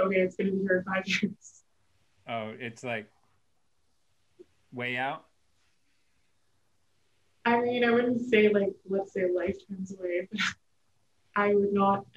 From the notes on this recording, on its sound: We apologize for potential audio issues with this episode.